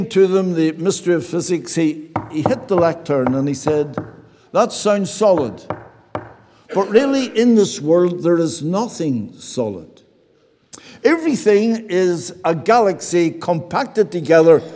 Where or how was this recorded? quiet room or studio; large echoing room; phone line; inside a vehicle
large echoing room